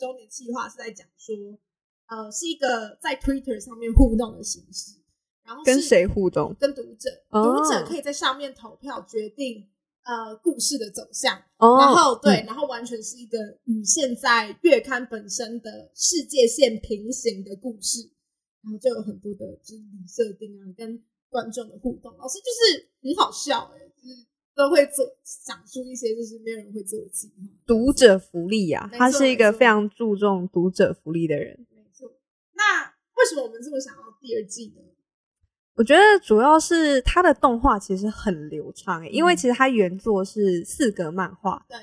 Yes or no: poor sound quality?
yes